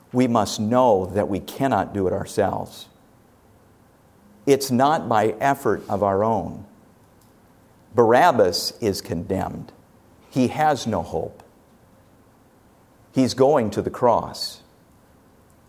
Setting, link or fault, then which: setting, large echoing room